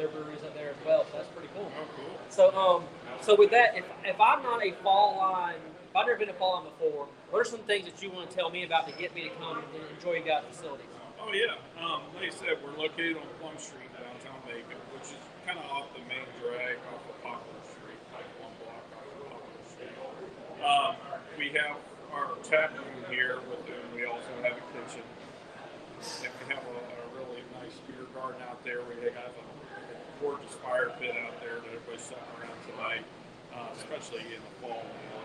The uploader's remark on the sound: Fall Line Brewery remote broadcast